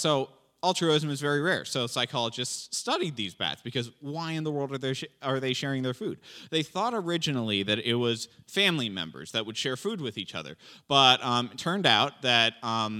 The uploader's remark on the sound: This JAT was recorded live on February 13th, 2022 at Newark United Pentecostal Church.